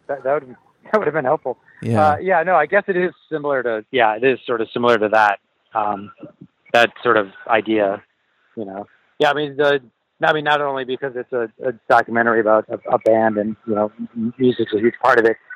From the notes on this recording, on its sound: We spoke on the phone. At the water park with his girls.